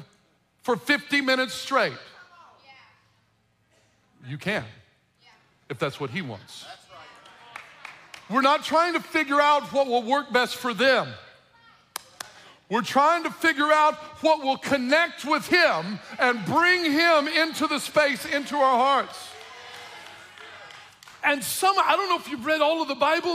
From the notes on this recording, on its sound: From The Roads Church in North City, Illinois, delivers a passionate sermon at the "Empty Conference."